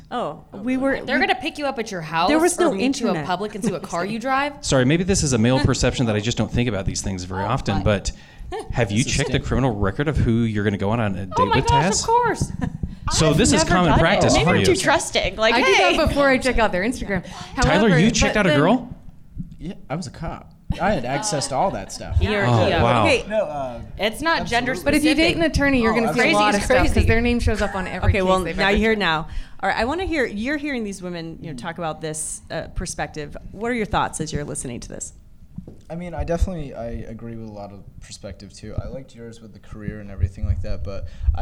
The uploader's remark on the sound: LIVE at Treefort! In this live panel discussion. Add in a fantastic live audience at Treefort Music Fest and it’s a great time.